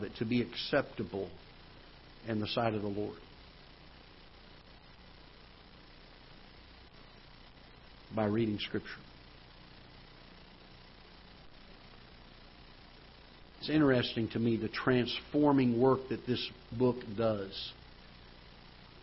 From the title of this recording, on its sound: Ketha Heights Baptist Church ~ Live Broadcast